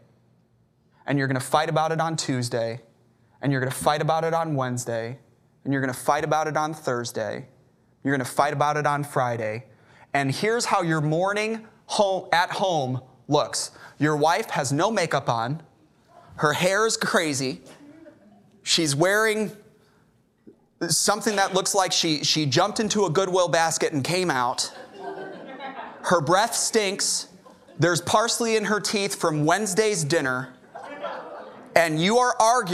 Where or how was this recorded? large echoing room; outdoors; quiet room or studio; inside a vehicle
large echoing room